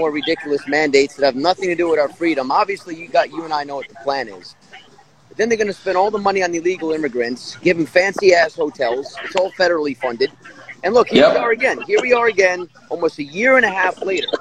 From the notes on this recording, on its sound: Anti Tyranny Rally Live in Trenton, NJ. Does his live feed down in front of the Statehouse.